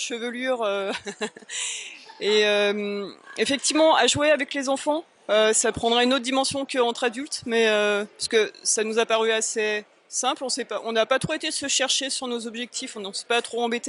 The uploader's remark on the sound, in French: Festival des jeux de Vichy 2022. Nous sommes au Festival Professionnel des Jeux de Vichy 2022.